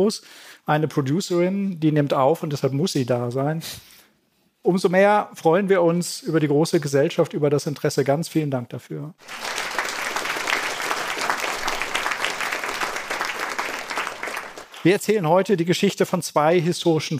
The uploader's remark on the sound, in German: Diese Folge des Podcasts haben wir live beim ZEIT ONLINE Podcast-Festival im Großen Saal des Westhafen Event & Convention Center in Berlin aufgenommen.